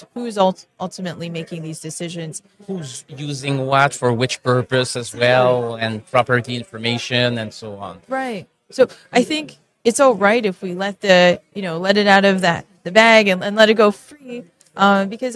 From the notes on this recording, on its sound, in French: En direct du Hardtech à Toronto